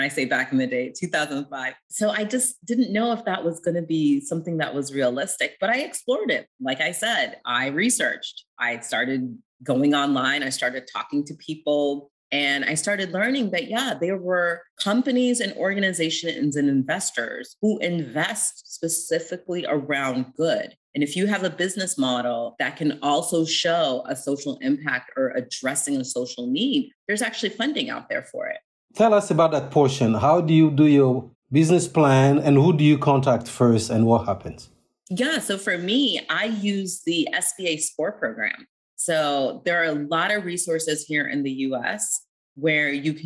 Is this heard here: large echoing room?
no